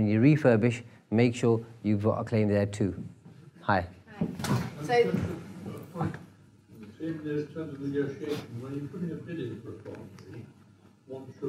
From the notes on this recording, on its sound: Live from one of his spellbinding events